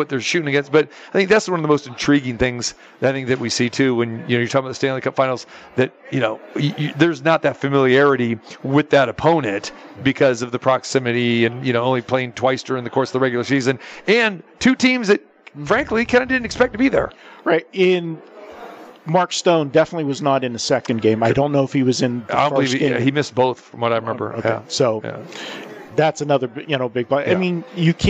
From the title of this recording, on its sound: Live from the Super Book at the Westgate Las Vegas